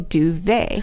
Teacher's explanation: because it's a French word, we actually don't pronounce the T at the end. We just say duvet.